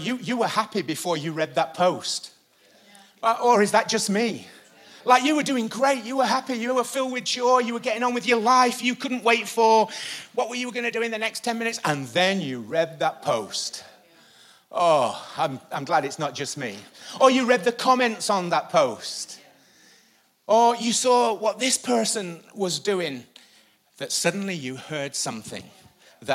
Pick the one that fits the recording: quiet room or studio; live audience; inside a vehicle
live audience